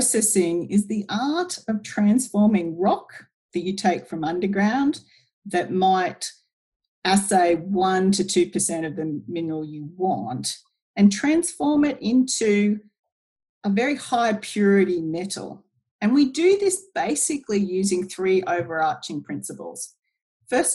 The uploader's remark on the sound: (via Zoom). Using the power of Zoom.